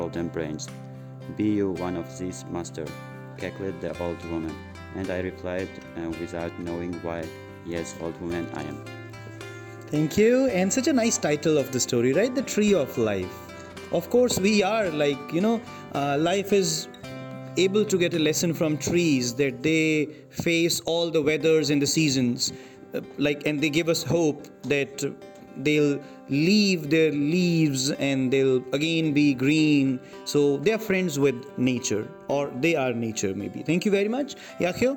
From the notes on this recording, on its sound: These Audio recordings were done in the class using a mobile phone voice recorder. Students who are speaking in these podcasts are the students at Amity University in Tashkent - International Foundation Studies.